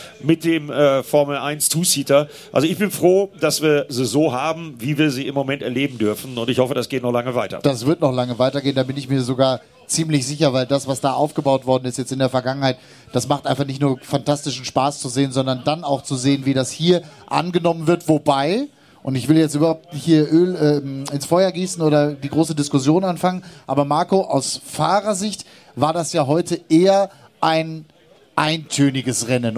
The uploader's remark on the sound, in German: Live vom Lausitzring. Live auf der Schaeffler-Bühne am Lausitzring. Die Folge wurde vor Publikum aufgezeichnet.